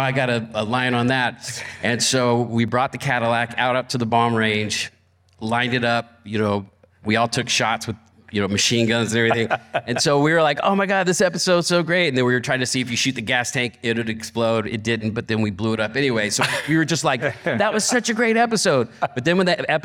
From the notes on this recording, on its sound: Talking Classic Cars debuts our first live interview session at the 2022 Pebble Beach RetroAuto Forums. In front of a live audience.